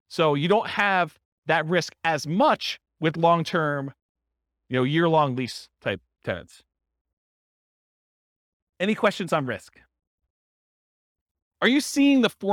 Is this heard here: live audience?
yes